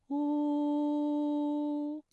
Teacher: 嘴型需要拢圆，突出成小孔，类似于窝的嘴型，但是要保持一个放松的状态。舌头需要后缩，舌面后部隆起，与软腭相对。